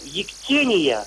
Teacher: «ектения», ударение на второй слог